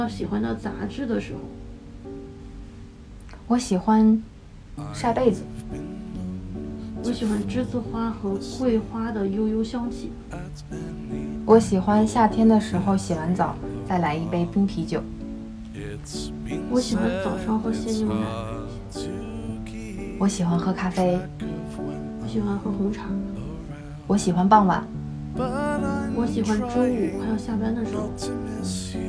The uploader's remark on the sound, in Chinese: 录制的时候很放松，收声上可能会有些杂音。